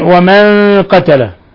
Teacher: نون ساكنة جاء بعدها القاف الحكم التجويدي إخفاء حقيقي